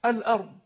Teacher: إذا قلنا لك إن ورشا قرأ بالنقل في هذه الكلمة وصلا ووقفا، فاعلم أن الباقين قد قرأوا بالهمزة، يعني بدون النقل، بإبقاء فتحة الهمزة، إبقاء الهمزة المفتوحة وإبقاء اللام ساكنة · Term: ترك النقل